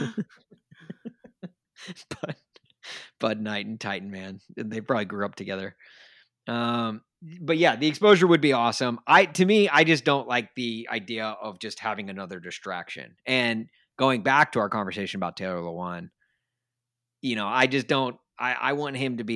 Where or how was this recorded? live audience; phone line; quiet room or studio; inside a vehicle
quiet room or studio